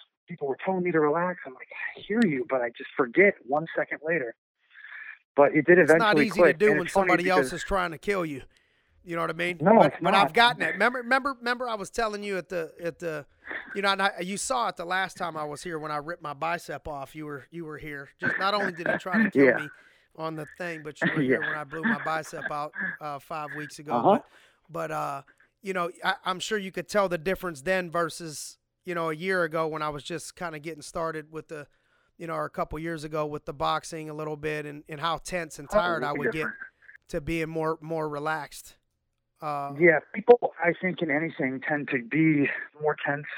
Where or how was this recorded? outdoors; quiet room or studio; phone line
phone line